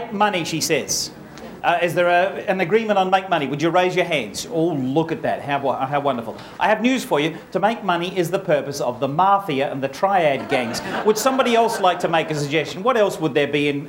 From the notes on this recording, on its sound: Is the recording of a stage presentation based on the book of the same name.